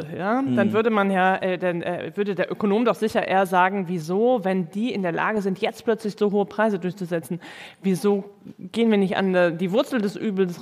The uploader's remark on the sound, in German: In einer Livefolge des Wirtschaftspodcasts "Ist das eine Blase?", aufgenommen auf dem Podcastfestival von ZEIT ONLINE.